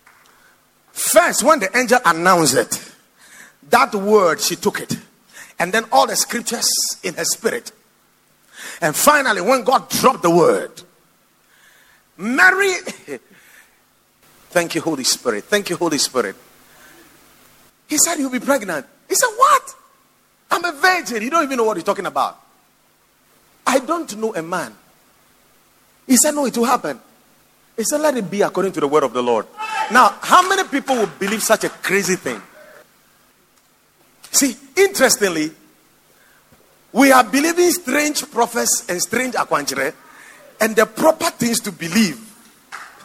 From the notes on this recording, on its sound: Preached at the Watered Garden Church